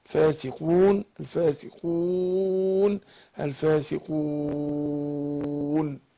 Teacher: الفاسقون هنا عرض للسكون في ثلاث أوجه قصر توسط إشباع أو أقول اتنين أربعة ستة